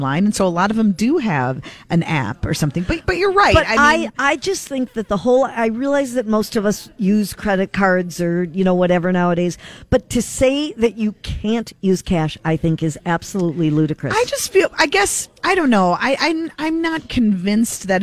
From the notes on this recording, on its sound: Broadcasting live at AAA Minneapolis Travel.